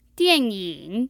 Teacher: That's a fourth tone and a third tone.